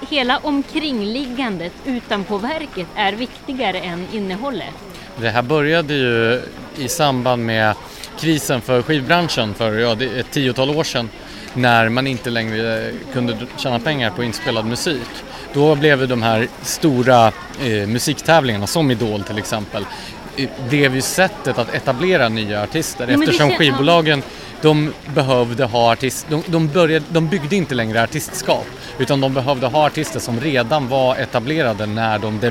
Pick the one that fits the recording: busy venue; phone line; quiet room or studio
busy venue